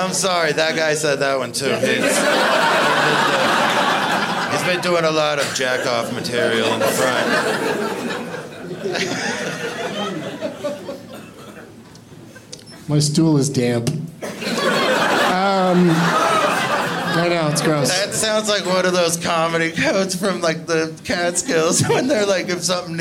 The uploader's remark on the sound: Live from Comedy Works in Denver